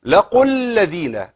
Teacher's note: لان بيسقط حرف المد عند التقائه ايه بساكن، بس شرط ان يكون حرف المد في اخر الكلمه والساكن في اول الكلمه التي تليها. · Term: التقاء الساكنين